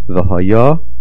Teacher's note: V'hoya, the stress is on the Yud.